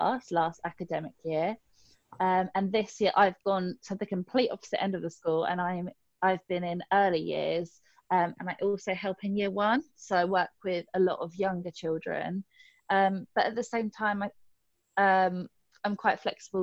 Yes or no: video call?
yes